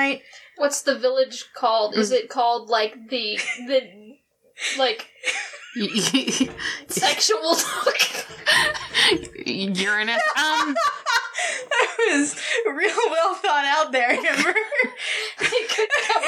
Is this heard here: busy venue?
no